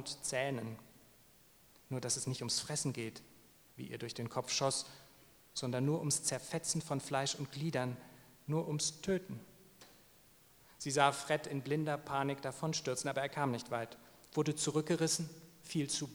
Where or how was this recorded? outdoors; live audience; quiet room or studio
live audience